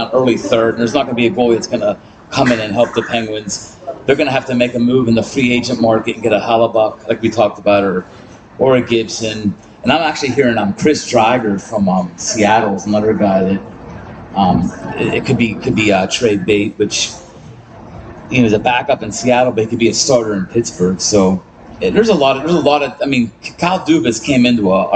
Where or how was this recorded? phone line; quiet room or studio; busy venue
busy venue